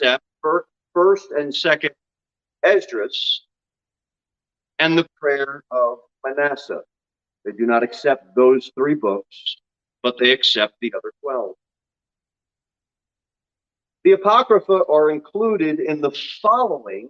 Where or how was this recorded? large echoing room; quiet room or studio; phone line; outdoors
large echoing room